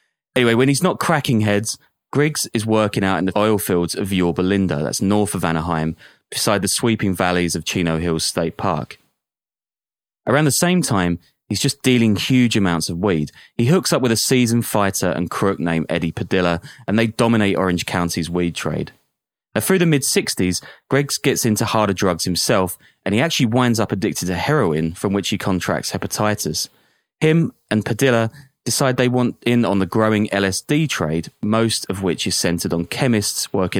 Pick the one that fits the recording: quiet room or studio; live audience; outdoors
quiet room or studio